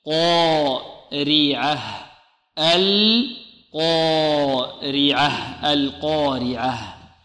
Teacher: القاف مفخمة خص ضغط انقض، والألف مفخمة لأنها تتبع ما قبلها، والراء مرققة لأنها مكسورة، والعين والهاء مرققتان إلا أننا نزيد إيضاح الهاء لأنها حرف خفي وضعيف تحتاج إلى إيضاح، نقول هكذا: القارعة.